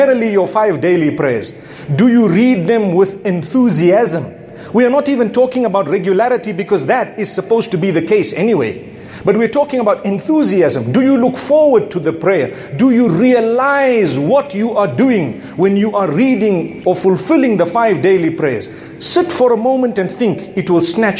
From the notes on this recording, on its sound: A Jumuah Lecture from Masjid Al Falaah. Harare, Zimbabwe.